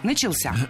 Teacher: Правильный вариант – «начался», только так. Ударение в этом слове падает на возвратную часть «ся».